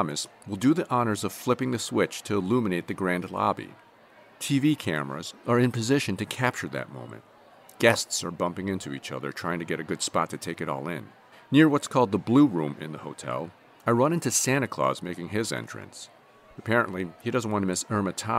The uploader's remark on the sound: On location at the Roosevelt Hotel Lobby in New Orleans for the holiday lighting ceremony. Champagne on trays and tourists mingling with locals celebrate a spectacle that goes back generations.